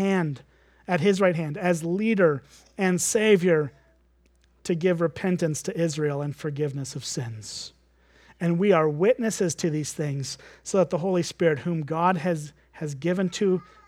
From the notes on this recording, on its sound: at Springbrook Church in Antigo, WI.